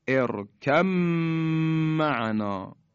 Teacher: حرف با در میم ادغام شد، یعنی ما دیگه حرف با رو تلفظ نمی کنیم